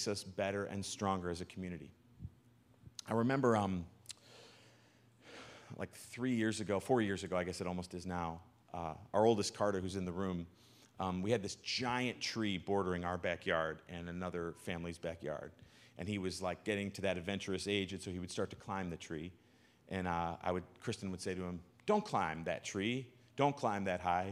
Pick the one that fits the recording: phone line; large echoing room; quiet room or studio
large echoing room